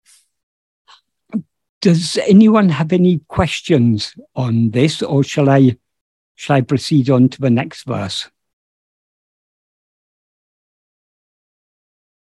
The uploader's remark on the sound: In a Zoom meeting with Ramana Kendra, Delhi, on 10th July 2022